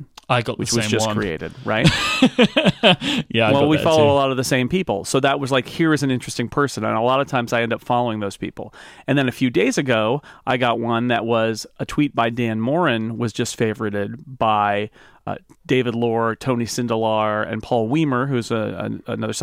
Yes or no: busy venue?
no